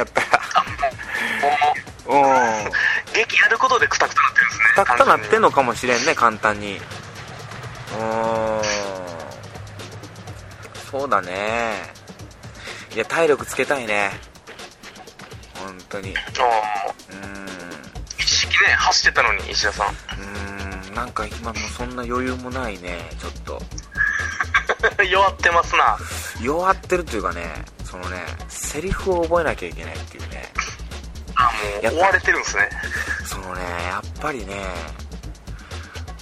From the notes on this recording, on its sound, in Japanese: 電波状況が悪すぎる電話収録。あたま3分間ほど聞き取りづらいですが、のちにクリアになります。